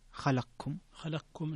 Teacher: فيها الإدغام الكبير للسوسي، إدغام القاف